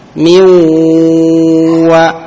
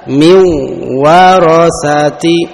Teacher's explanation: kita masuk membaca huruf wawu dengan ditahan, kemudian kita dengungkan pangkal hidung kita · Shown in: first take · Term: idgham bi gunnah